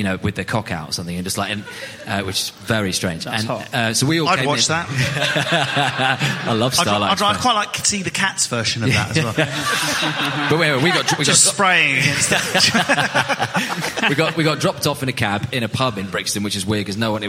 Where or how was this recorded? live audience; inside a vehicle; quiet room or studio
live audience